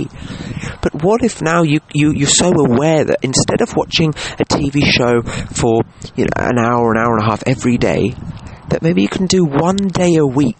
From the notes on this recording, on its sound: Apologies if you hear some disturbances, I recorded today's episode on my phone in the garden as the weather was just too perfect not